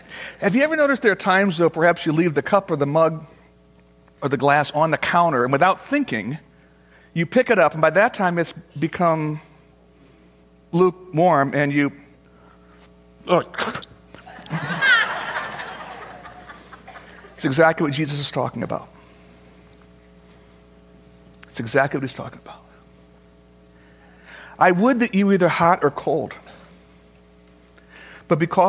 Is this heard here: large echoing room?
yes